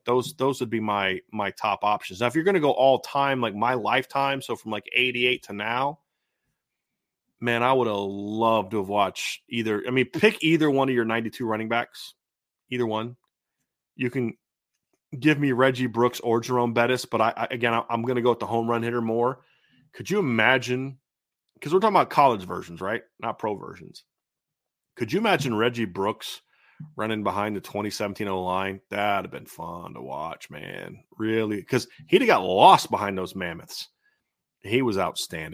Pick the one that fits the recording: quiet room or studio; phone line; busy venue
quiet room or studio